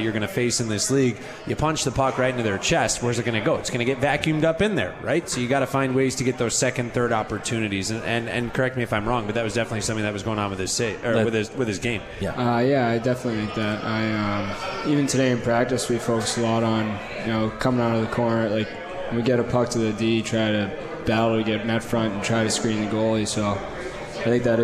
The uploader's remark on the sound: live from the 72 Tavern